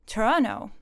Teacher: drop the second T in Toronto